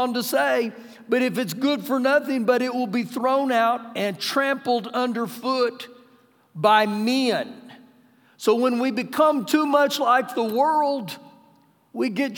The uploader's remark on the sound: Recorded live during our Sunday morning service